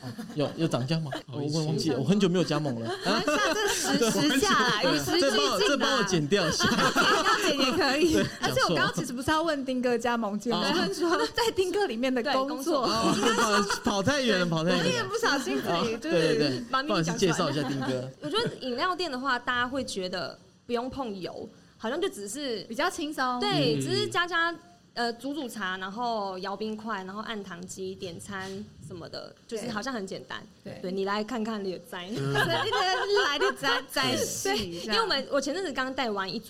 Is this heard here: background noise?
yes